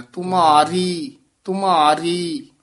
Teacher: ਰੀ ਨੂੰ ਭਾਰਾ ਨੀ ਕਰਨਾ, ਤੁਮਾ ਮਾ ਨੂੰ ਭਾਰਾ ਕਰਨਾ